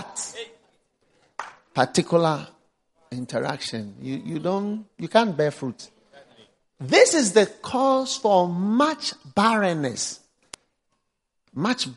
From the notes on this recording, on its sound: Preached at the First Love Center, Accra.